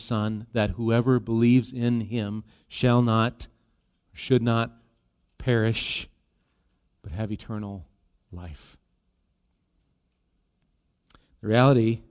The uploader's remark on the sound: Recorded live at Bethany Bible Church. Bethany Radio is a production of Bethany Bible Church in LeRoy, MN.